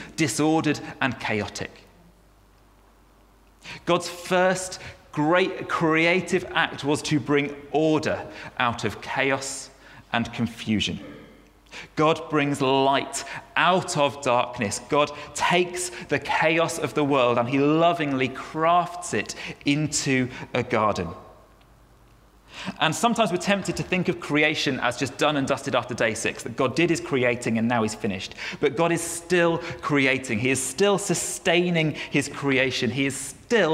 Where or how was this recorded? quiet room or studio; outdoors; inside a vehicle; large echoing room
large echoing room